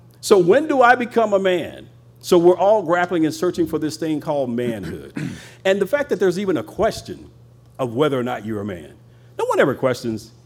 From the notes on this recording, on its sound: Leads a panel of men in a discussion around manhood before a men-only audience.